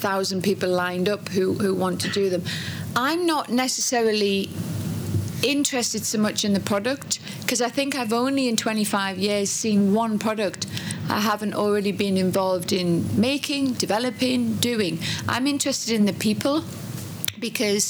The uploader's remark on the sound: This in-conversation was recorded on the Eat Drink Vegan stage at Vevolution Festival 2018